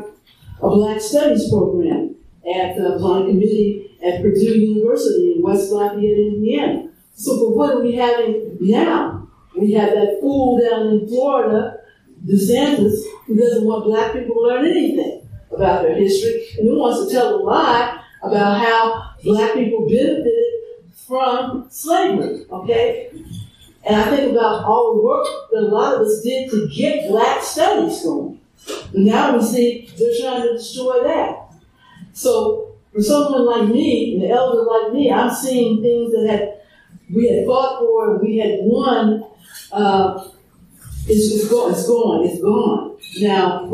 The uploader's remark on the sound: An audio recording from the recent Another Carolina Anarchist Bookfair in so-called Asheville, North Carolina. An audio recording from the recent Another Carolina Anarchist Bookfair in so-called Asheville, North Carolina.